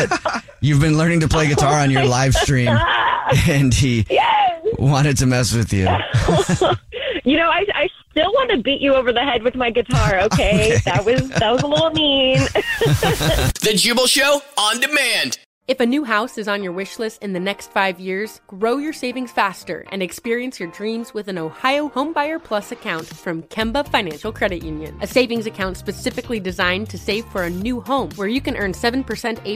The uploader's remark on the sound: phone prank style